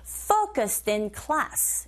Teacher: dissound와 자음, in의 e가 모음이죠. 연음 현상이 일어나서 din, focused in 이렇게 들리게 됩니다